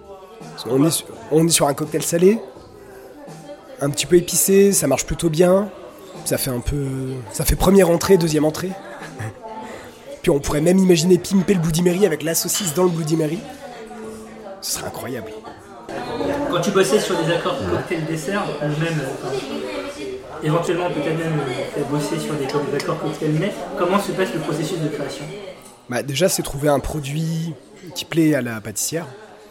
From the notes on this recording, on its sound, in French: A l'occasion de Whisky Live Paris 2023, nous avons interviewé quelques personnes. Au festival Whisky Live Paris.